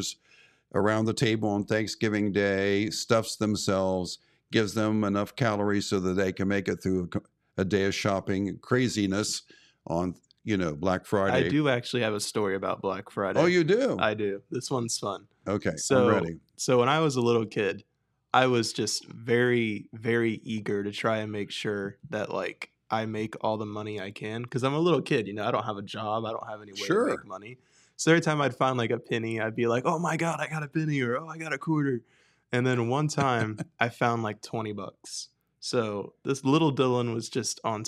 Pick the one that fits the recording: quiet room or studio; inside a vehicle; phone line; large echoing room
quiet room or studio